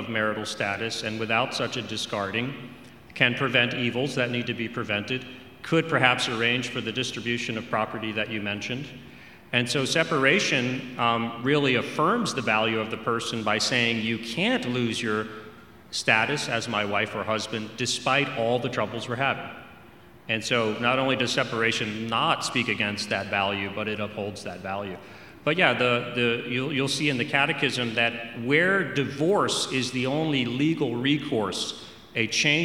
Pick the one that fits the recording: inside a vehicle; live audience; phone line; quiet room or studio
live audience